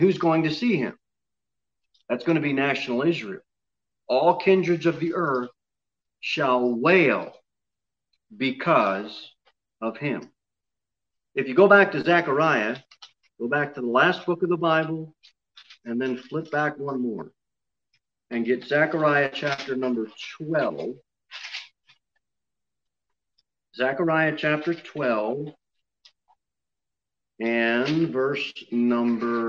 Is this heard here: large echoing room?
yes